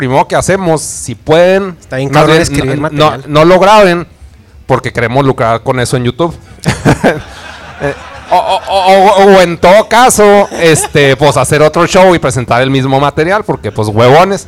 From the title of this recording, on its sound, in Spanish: Episodio Especial En Vivo Desde El Dragon Rojo